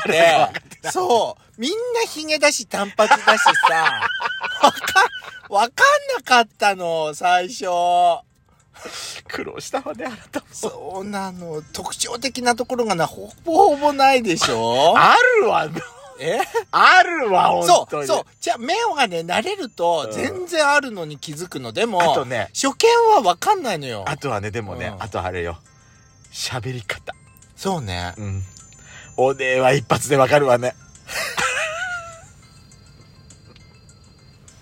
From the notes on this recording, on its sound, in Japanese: 2人組。パーキング収録。